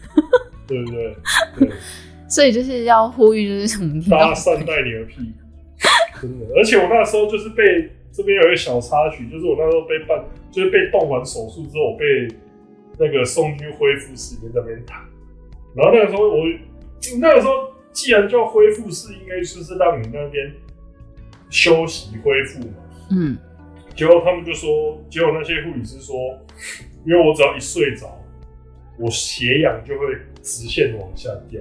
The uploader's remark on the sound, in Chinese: 早期節目錄音品質不佳，敬請見諒